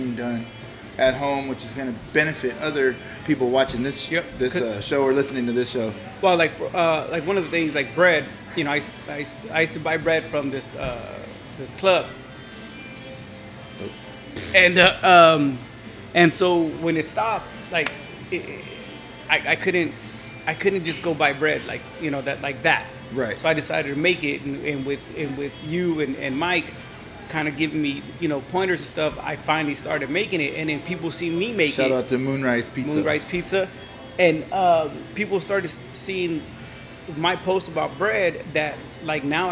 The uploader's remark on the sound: sit down on location at spokeasy public house